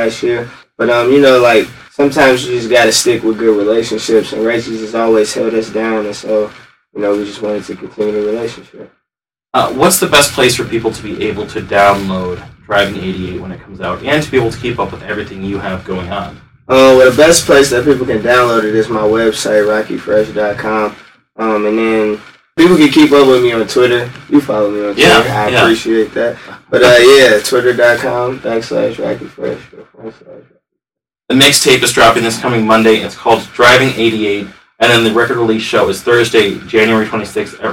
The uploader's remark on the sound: In a condensed podcast recorded at The Music Garage. NOTE: Podcast audio is sourced from a video camera instead of the usual high quality recorder, after the original audio was lost. As such, there is a decrease in quality from the general Dynasty Podcasts level.